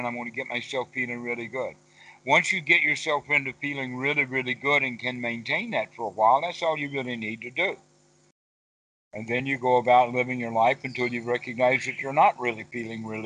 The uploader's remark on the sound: skype calls on this channel